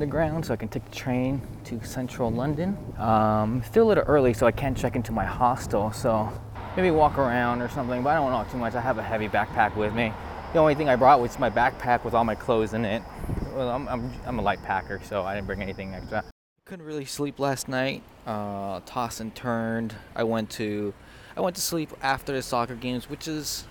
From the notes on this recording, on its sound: Hey mom, I’m in London (again)! I recorded this on my iPhone and edited it all on my iPad using an app called Ferrite so there’s some background noise as I was walking around the city.